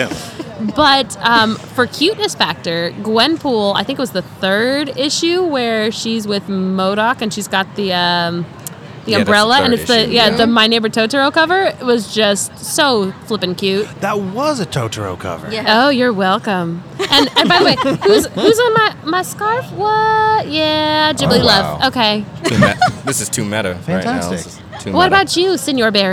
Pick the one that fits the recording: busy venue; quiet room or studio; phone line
busy venue